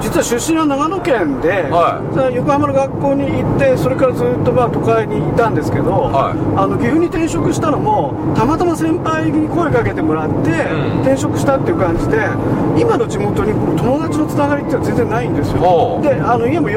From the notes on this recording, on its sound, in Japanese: 福井県へ向かう車の中でドライビング対談収録をいたしました。